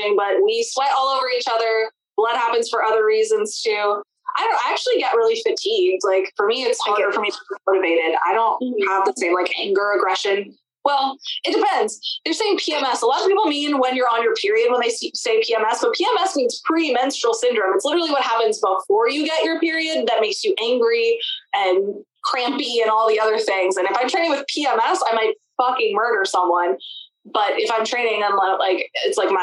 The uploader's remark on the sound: Chicks on a Zoom. We couldn't get together in-person this week. We know it's not the best audio you ever heard.